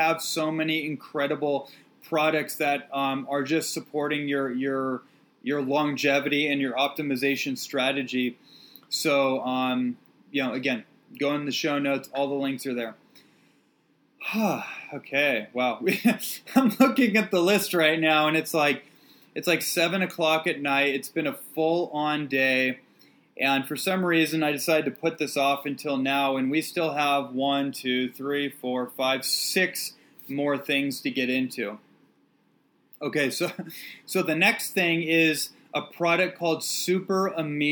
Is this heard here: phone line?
no